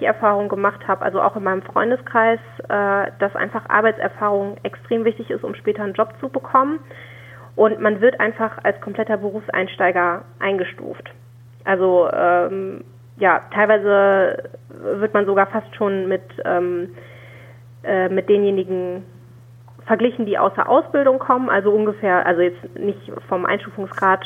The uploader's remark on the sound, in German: Telefoninterview